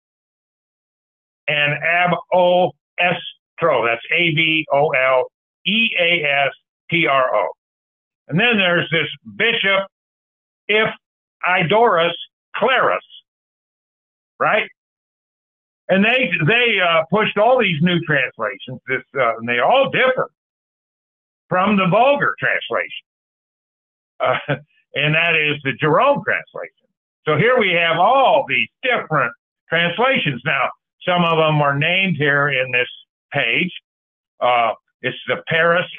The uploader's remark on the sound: Call In Bible Study